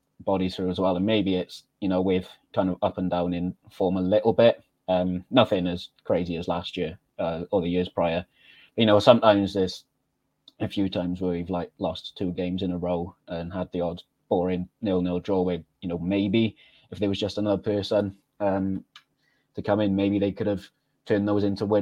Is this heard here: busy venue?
no